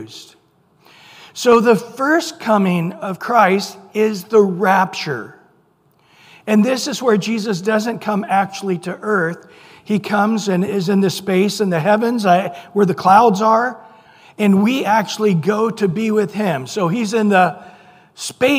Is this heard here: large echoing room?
yes